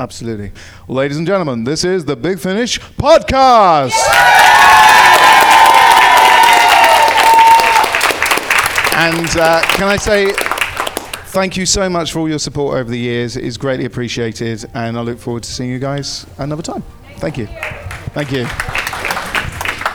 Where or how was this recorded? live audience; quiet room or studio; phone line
live audience